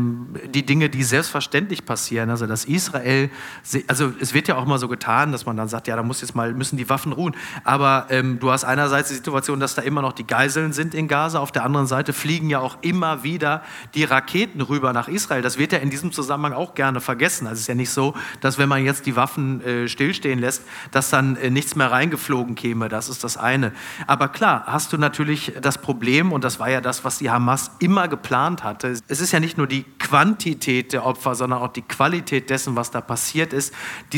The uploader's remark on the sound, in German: Live aus Hannover